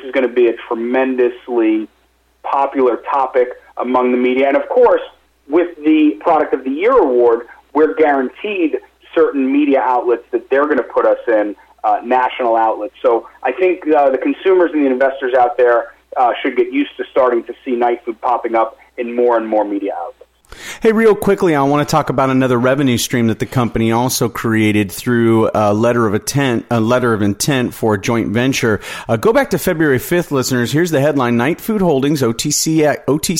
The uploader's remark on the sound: called in to SmallCapVoice